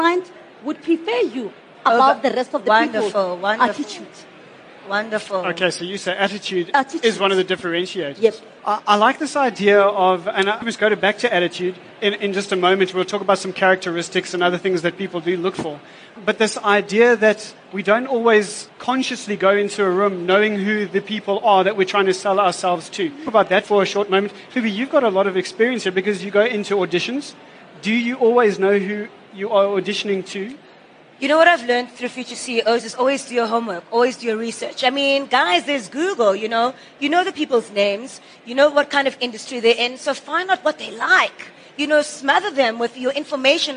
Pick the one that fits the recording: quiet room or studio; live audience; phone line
live audience